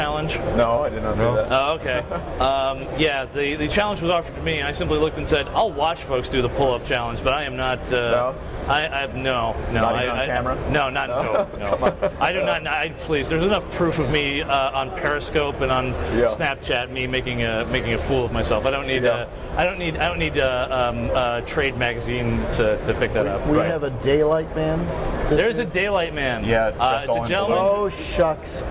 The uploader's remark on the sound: We are live from the show floor of InfoComm 2016.